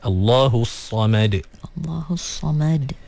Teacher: Sama juga ada qalqalah pada huruf dal. Dan mim dipastikan nipis.